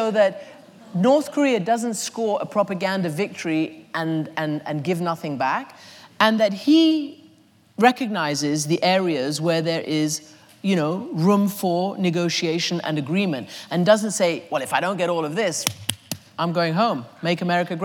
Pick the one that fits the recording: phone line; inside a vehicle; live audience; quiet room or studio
live audience